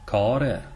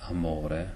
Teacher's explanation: Core is open. It's open. Amore is closed.